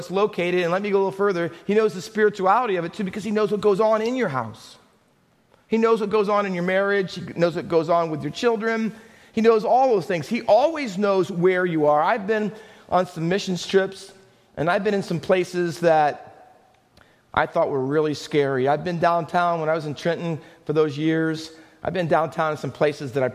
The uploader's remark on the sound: Faith Baptist Church in Hamilton, NJ.